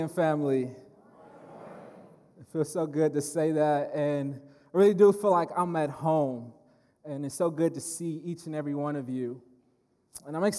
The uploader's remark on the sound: speaking at Berean Baptist Church